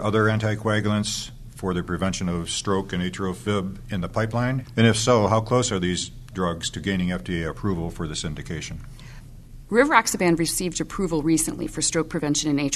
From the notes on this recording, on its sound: It was recorded in December 2011 during the 46th ASHP Midyear Clinical Meeting and Exhibition in New Orleans.